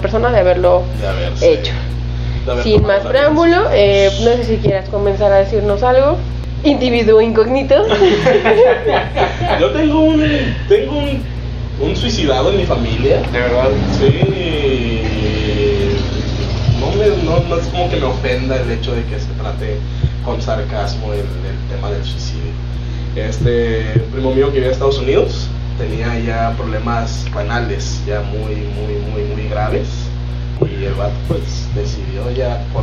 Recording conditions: background noise